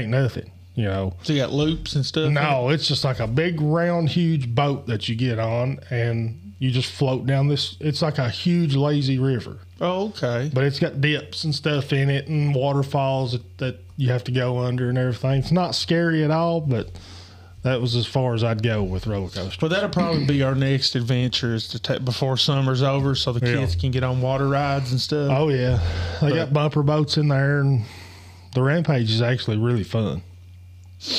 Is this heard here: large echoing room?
no